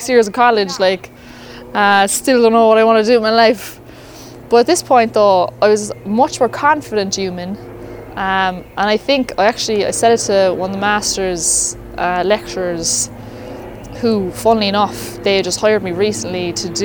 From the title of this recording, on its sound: Walk & Talk